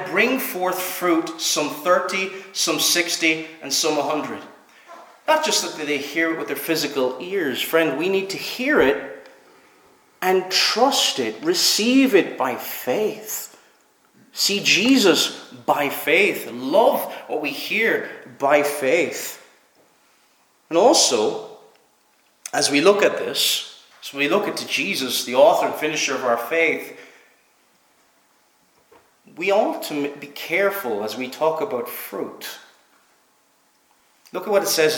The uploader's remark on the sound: Preached at Knock - Point Free Church